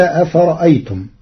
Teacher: قرأ ورش كلمة أفرأيتم بتسهيل الهمزة الثانية وإبدالها ألفا مدا طويلة من أجل الساكن بعدها